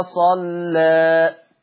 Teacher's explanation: لكن الملحوظة بقى، نلاحظ من لفظ صلى اجتماع لام مغلظة مع ألف مقللة قولا واحدة، لذلك يتعين ترقيق اللام مع الألف المقللة قولا واحدة ويمتنع التغليظ